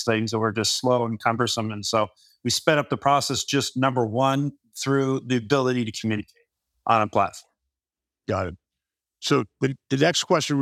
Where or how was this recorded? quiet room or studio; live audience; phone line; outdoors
quiet room or studio